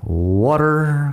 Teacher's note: en inglés americano pronunciamos con la T que es más como una D